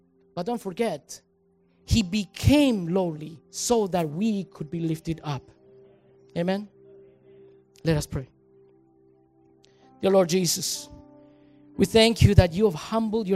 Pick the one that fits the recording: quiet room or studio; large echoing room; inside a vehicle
large echoing room